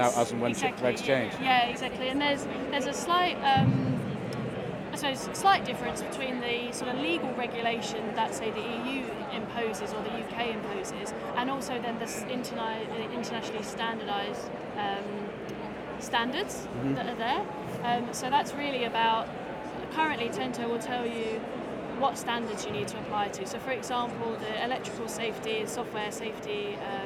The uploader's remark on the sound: From the show floor. After launching the new Tento+ dashboard at Med-Tech Innovation Expo 2023.